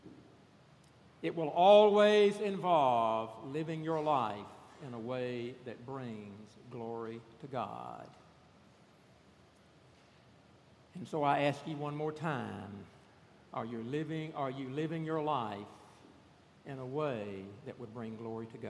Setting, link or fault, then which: setting, large echoing room